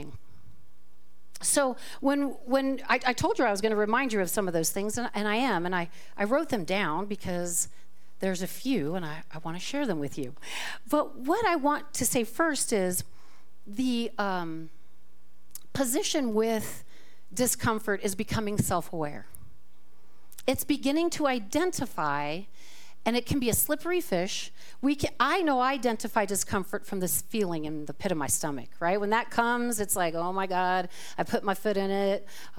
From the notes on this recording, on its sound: This talk was recorded live at the Center for Spiritual Living Prescott on February 4, 2024.